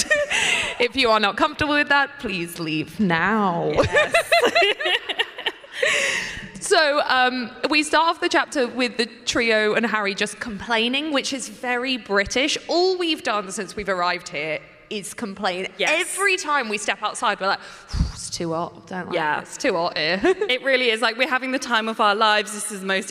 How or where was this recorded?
live audience